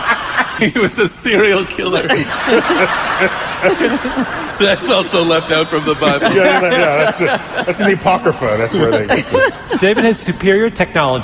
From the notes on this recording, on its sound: Recorded live at NYC’s Hammerstein Ballroom.